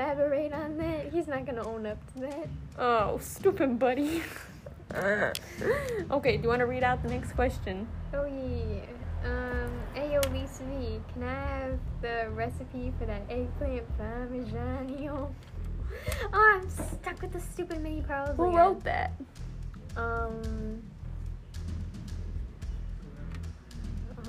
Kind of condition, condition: fault, sounds in the background